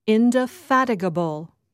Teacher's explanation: the stress is on the third syllable